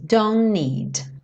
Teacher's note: a gente tirou o som do T e já junta então com o N do need